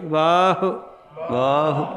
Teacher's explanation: ਔਂਕੜ ਉਚਾਰਨ ਕਰਨ ਵਾਸਤੇ ਵਵੇ ਨੂੰ ਕੰਨਾ ਜਿਹੜਾ ਥੋੜ੍ਹਾ ਲੰਮਾ ਕਰਾਂਗੇ